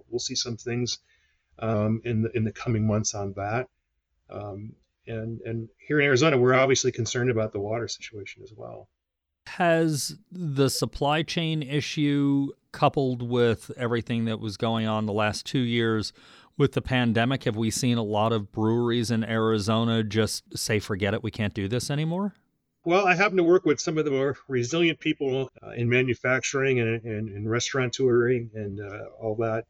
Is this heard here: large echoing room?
no